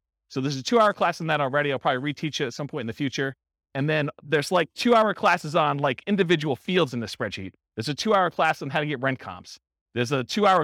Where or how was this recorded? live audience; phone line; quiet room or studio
live audience